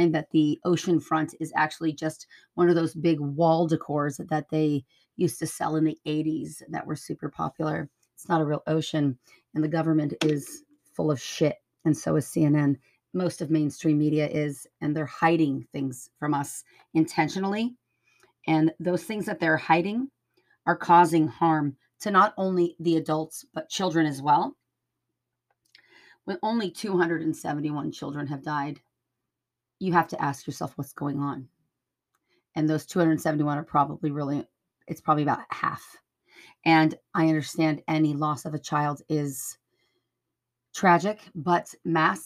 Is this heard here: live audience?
no